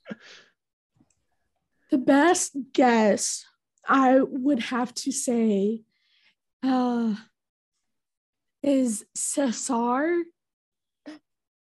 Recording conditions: drop-outs